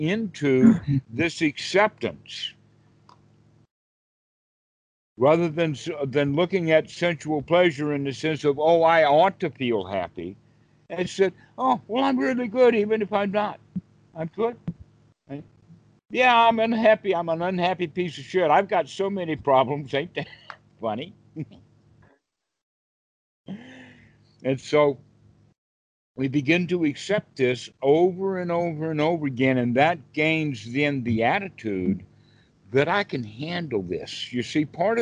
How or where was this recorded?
video call